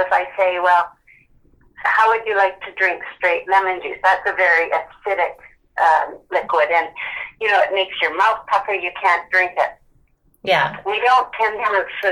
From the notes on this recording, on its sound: via a phone call